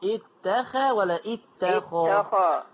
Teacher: خلي بالك من التفخيم بتاع الخاء